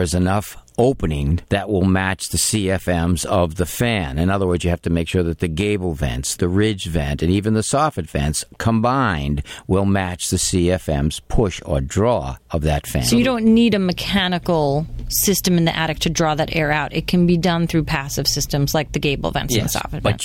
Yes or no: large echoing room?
no